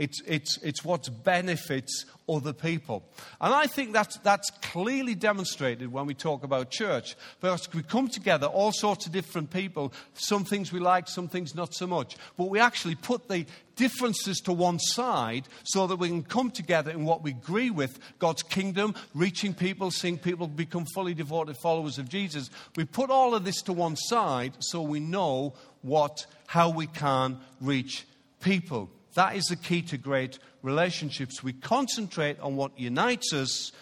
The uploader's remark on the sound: Recorded live at Life Church Lancashire on 17th March 2019.